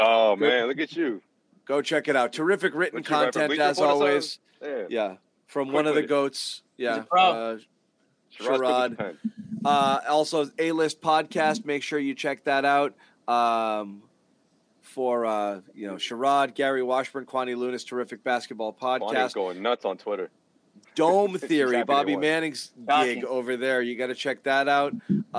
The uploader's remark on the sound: LIVE from TD Garden